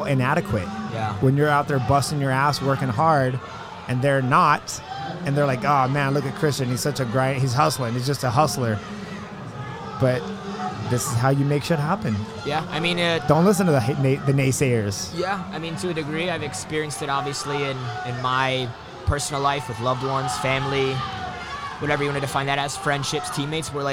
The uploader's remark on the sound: Recording from the FloGrappling table at IBJJF Nogi Worlds in Anaheim, CA. A mish-mosh of short interviews with pretty much whoever was walking by the table at the right moment.